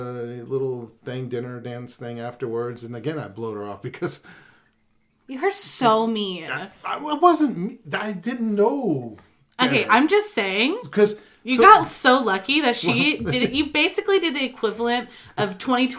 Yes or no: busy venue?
no